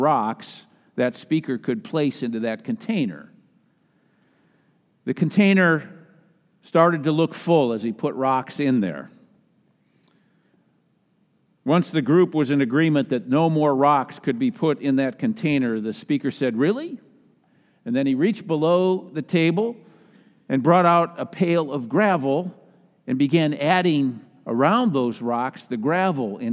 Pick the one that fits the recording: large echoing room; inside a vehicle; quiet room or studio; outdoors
large echoing room